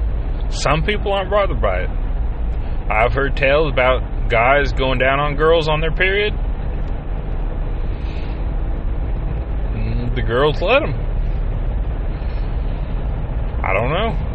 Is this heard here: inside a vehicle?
yes